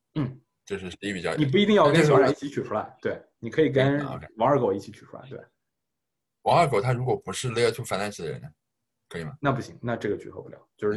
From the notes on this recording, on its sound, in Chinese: 在zoom上远程聊了一次